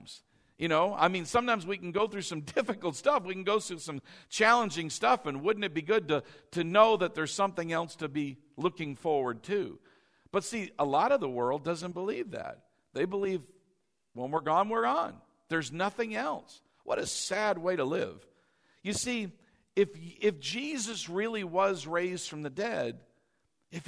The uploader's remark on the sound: delivered during our Easter 2019 Sunday morning service